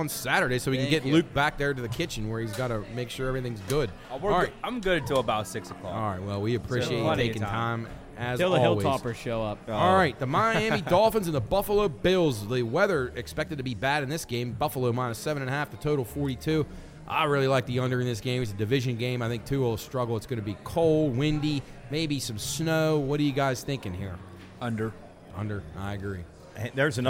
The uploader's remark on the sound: LIVE at Generations. LIVE on location.